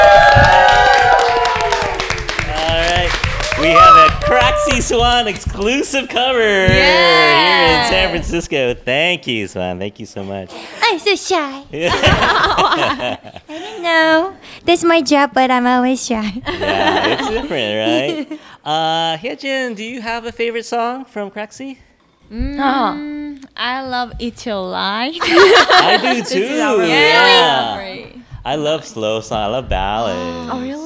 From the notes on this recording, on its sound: I dropped by their fan meet event at our favorite KPOP store SarangHello in San Francisco, hoping to record with the girls. Their flight to Texas got delayed so they had time for a quick chat with me before they headed out.